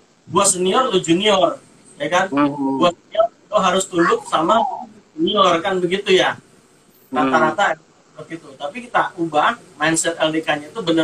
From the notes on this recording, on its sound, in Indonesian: Podcast ini merupakan obrolan kami di live instagram